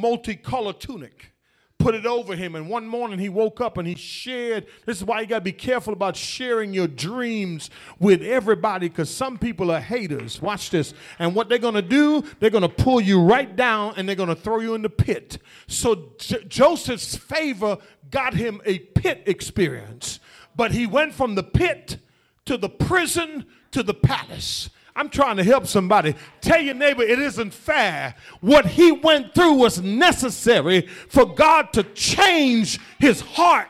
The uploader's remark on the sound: The Vision Church Houston 11am Sermon